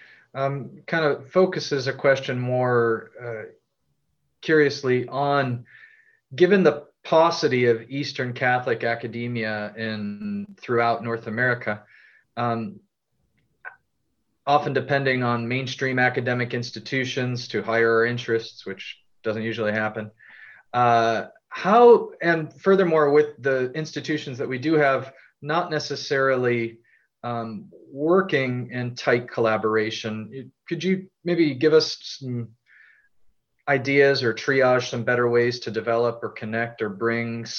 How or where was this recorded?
video call